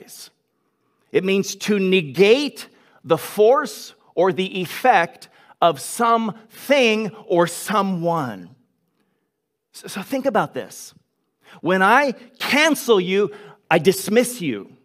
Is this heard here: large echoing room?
yes